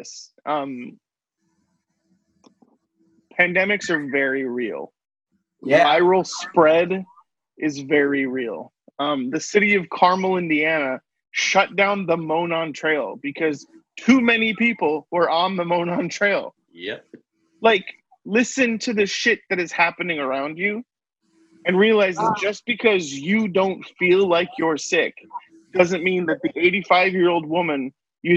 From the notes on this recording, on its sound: AUDIO DISCLAIMER: This was recorded using Zoom during the recommended social distancing time of the COVID19 pandemic. This Is not representative of the quality of audio we prefer.